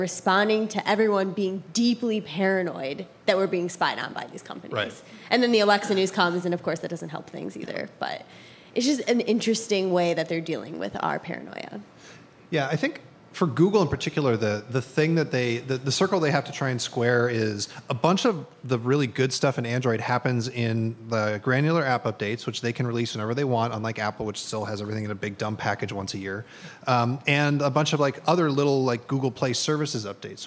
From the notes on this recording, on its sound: This week, The Vergecast is down in Austin, Texas for South by Southwest 2018 in front of a live audience.